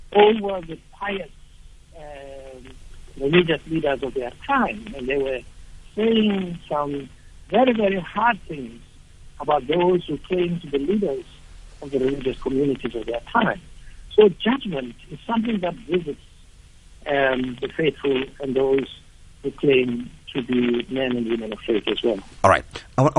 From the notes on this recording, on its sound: Guest on the phone